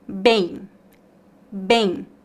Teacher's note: A letra M nas palavras bem e bom tem a função de apenas nasalizar o som das vogais. A letra M não é pronunciada claramente como um M. · A letra E fica nasal